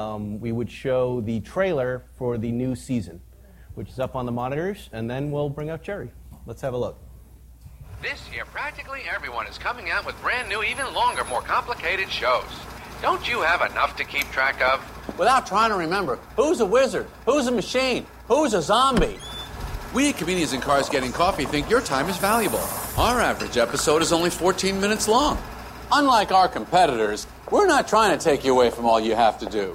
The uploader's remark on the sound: coming to you LIVE form the Pebble Beach Concours